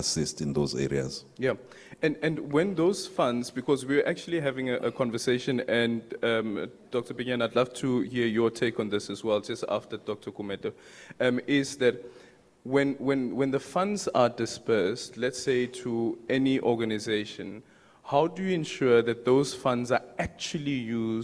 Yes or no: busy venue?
yes